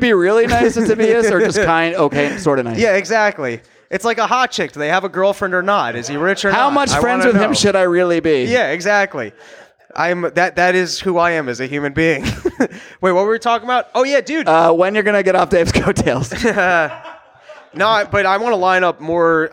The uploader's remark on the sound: Recorded live at the Sayulita Superspreader in Sayulita, Mexico!